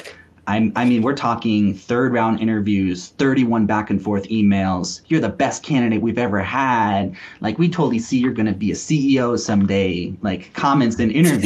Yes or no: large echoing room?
no